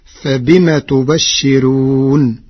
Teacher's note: قرأ ورش كلمة تبشرون بكسر النون مع ترقيق الراء